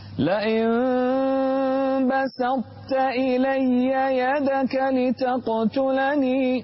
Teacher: انتبه إلى الترقيق في السين والتاء وفخم الطاء